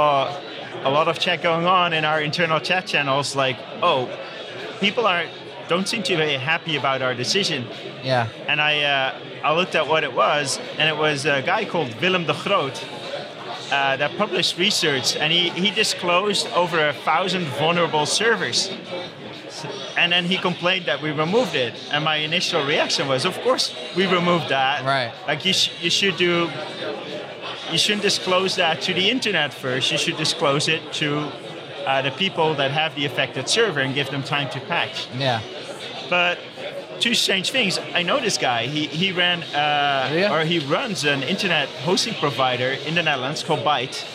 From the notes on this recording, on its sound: Recorded at OSCON London 2016.